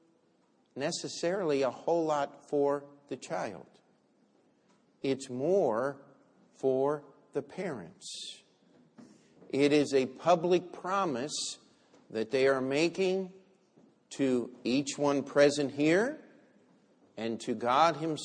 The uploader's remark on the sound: Christmas Sunday Service